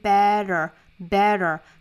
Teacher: 那英式发法的 t 到这里面变成了一个半浊音 flap t